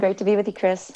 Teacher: Forgive my vocal fry right now. It's very New York.